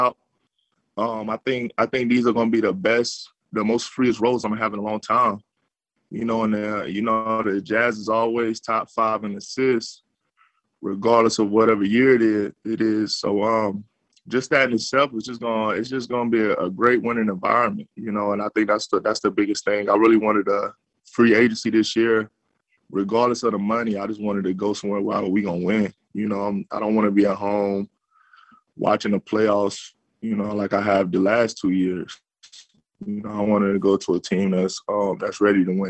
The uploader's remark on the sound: Introductory press conference. Spoke with Utah media for the first time as a Jazz player on Monday afternoon, via ZOOM.